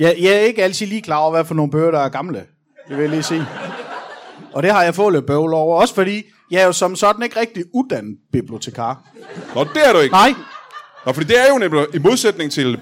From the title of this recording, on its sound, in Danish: LIVE fra Teater 95b i Odense